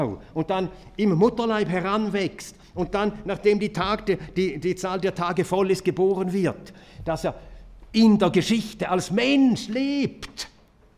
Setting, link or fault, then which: setting, live audience